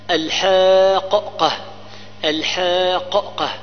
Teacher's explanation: الحاققة الحاققة سنتيد القاف، ساكنة في المتحركة فأدغمت ساكنة في المتحركة فنطقنا بقاف واحدة مشددة. إذا سبب المد هنا هي السكون الثقيل.